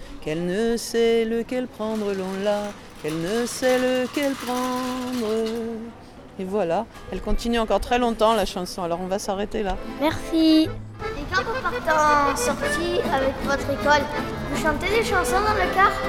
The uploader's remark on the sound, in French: Ils les ont enregistrés au marché, sur les places, sur le port, au jardin. Avec quelques grenouilles et les vagues dans la calanque.